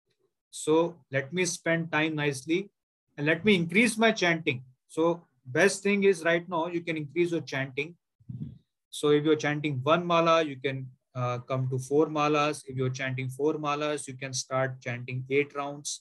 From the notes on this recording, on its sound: Zoom recorded class.